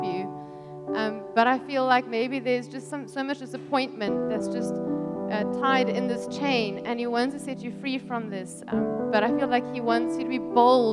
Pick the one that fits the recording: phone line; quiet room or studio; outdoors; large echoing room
large echoing room